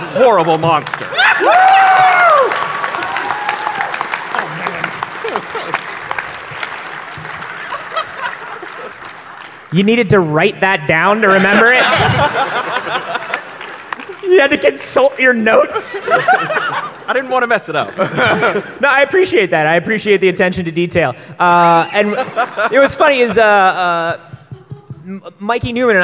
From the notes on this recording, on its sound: LIVE from PAX South 2016! This one was recorded live at the PAX South convention in San Antonio Texas, and consists entirely of questions from the audience.